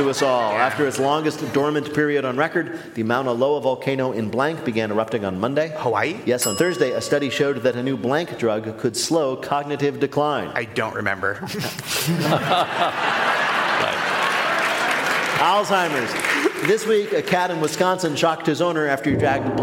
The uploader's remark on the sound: we are back with a brand new show from the Studebaker Theatre in Chicago